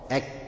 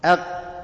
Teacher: الكاف هيبقى فيها همس، لكن القاف لا، القاف مقلقله